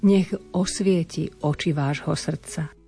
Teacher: môže pokojne prečítať neznelé, teda to neznelé ch na znelé h